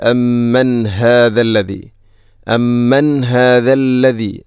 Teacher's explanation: ഹാഇൻ്റെ ശബ്ദം കൃത്യമായിരിക്കണം, തൊണ്ടയുടെ ഏറ്റവും അടിഭാഗം.